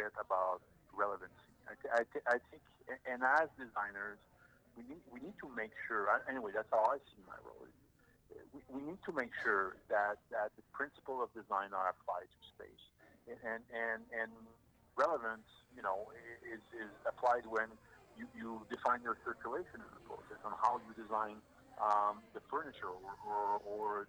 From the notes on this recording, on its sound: Recorded: Friday January 18, 2022 10:30 am (EST) at the Interior Design Show